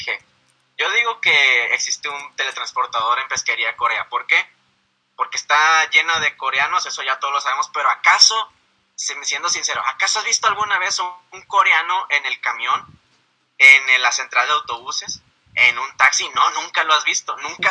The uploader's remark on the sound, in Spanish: El audio que ven a la cabeza del texto es la llamada que tuve